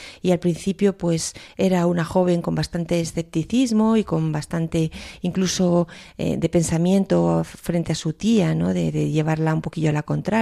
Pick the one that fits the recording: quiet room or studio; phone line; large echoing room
quiet room or studio